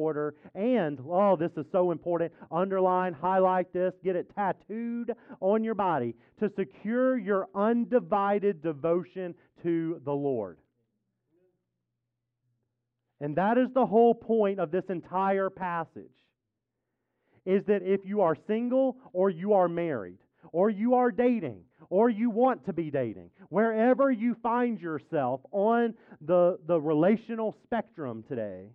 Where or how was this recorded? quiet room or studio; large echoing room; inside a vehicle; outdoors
large echoing room